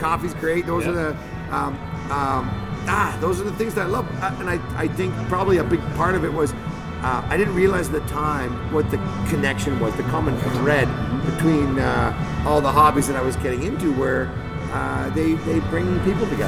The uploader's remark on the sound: We recorded the episode at the brewery, located at 801 30th Street NE in Calgary.